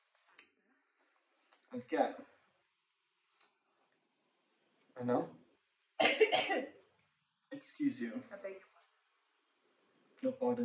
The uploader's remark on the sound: We are aware of the audio quality not being that great, we do apologize for that.